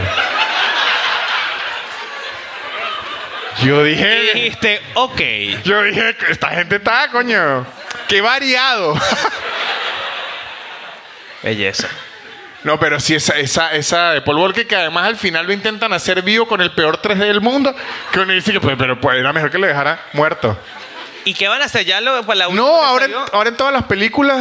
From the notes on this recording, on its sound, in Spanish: Un episodio grabado en vivo desde el teatro Picadilly en la ciudad de Buenos Aires.